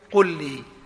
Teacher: مثال ذلك: قل لي، فقل مختومة بلام ساكنة، ولي مبدوءة بلام متحركة، حينئذ تدغم اللام الأولى في الثانية · Term: الإدغام